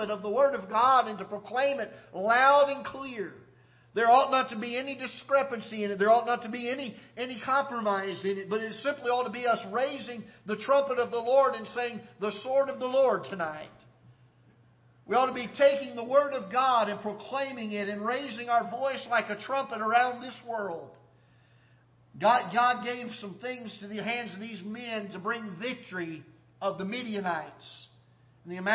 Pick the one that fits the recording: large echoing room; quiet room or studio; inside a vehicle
large echoing room